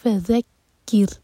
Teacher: اس کے بعد ہے کیف پر ہے شدہ، تو کیف اسٹرانگ ہوگا. اس کے بعد را ساکن لائٹ ہوگا، باریک پڑھیں گے زبان کے صرف ٹپ سے را کو پڑھیں گے. تو یہ ہوگا فذکر، ناٹ کیور، وہ ہیوی ہو جائے گا.